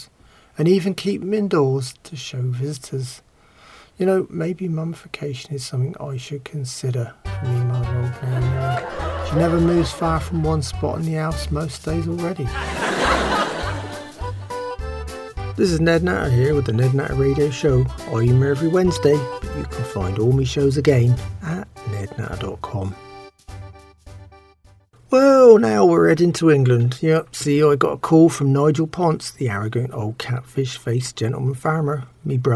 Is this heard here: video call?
no